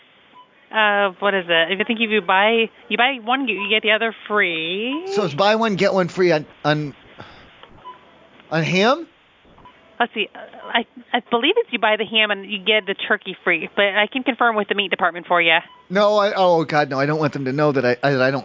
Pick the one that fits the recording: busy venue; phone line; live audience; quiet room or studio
phone line